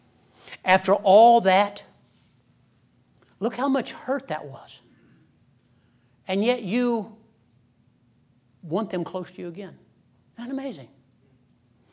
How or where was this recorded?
large echoing room